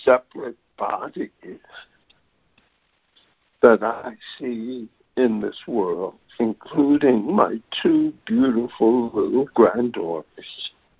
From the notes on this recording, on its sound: ACIM Daily Conference Call